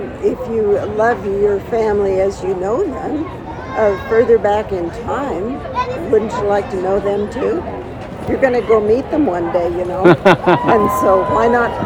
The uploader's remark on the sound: at the MacGregor tent from the Payson Scottish Festival.